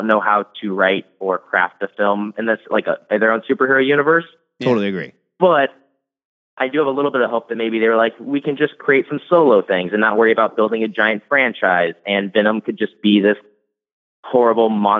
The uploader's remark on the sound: Comic book call-in show.